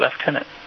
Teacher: But there's something about that U, isn't there? There's something about that U that at some point became articulated as a labial sound, like an F